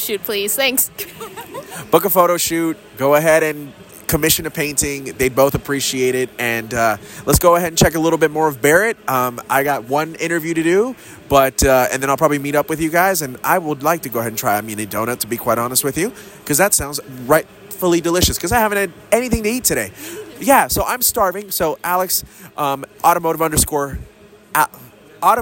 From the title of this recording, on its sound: Live from Barrett Jackson